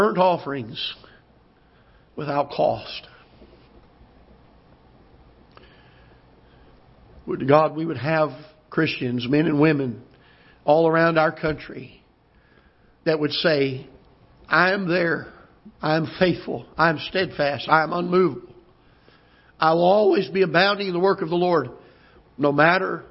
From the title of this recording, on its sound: Ketha Heights Baptist Church ~ Live Broadcast